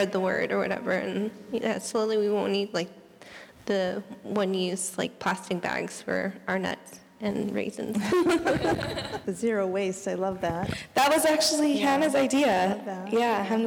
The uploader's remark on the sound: answers questions from the congregation